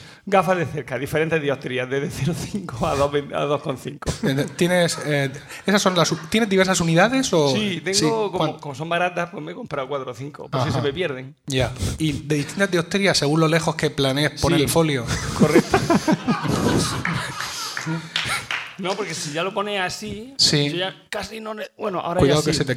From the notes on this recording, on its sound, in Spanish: En directo desde Lucentum. Por primera vez en la historia de nuestro podcast hemos grabado en directo con público. Ocurrió en el transcurso de las jPod 2017 que tuvieron lugar en Alicante.